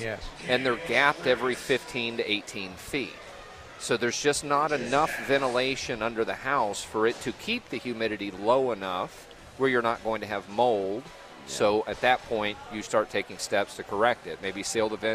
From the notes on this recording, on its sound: broadcast live from the North Carolina Outdoor Living Show